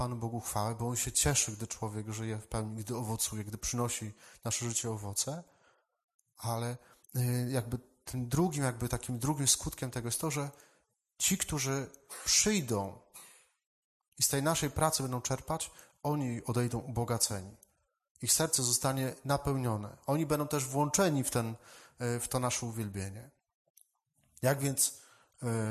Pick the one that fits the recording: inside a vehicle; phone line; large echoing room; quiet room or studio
large echoing room